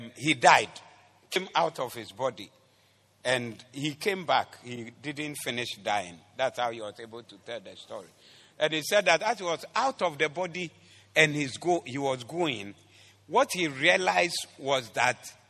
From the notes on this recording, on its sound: Preached at the Doxa Service